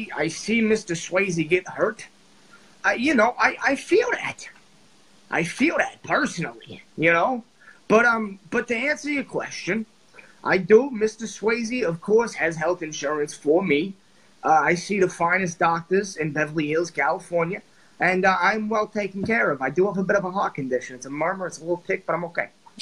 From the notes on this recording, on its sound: It was recorded on FB Live.